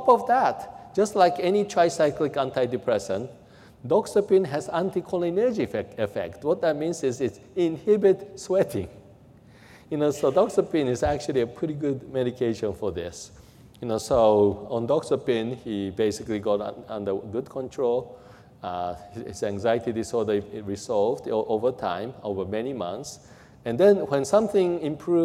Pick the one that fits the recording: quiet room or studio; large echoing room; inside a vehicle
large echoing room